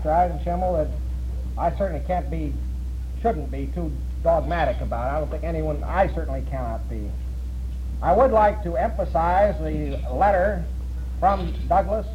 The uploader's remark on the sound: The entire meeting was recorded – the quality is not very good save for the actual speaker. It’s all the other on-going conversations and the discussion period that follow where the audio quality falls drastically off.